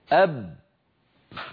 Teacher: هناك صوت وهواء محبوس يريد أن يخرج ولكن الشفتين أغلقتا الطريق أمامه